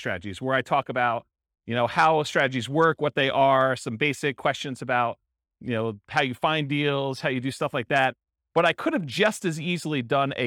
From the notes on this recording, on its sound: Real estate investors and real estate entrepreneurs in Largo, Florida. This was a live class recorded. The live in-person version.